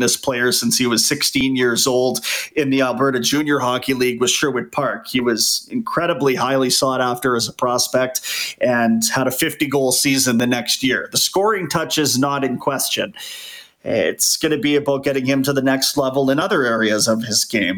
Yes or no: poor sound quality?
no